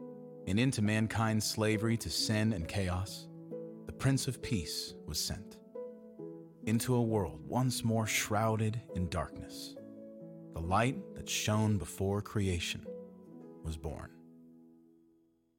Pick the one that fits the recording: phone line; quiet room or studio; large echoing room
large echoing room